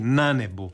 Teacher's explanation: Naglasak se prebacuje na prvi slog ako je silazni u riječi, a ovdje jest nebo. · Term: kratko silazni naglasak